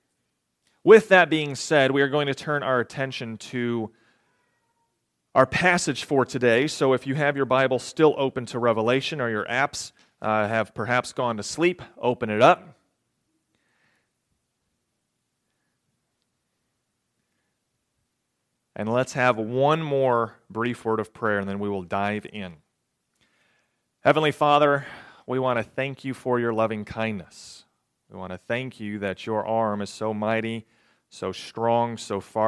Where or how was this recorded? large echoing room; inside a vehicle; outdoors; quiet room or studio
large echoing room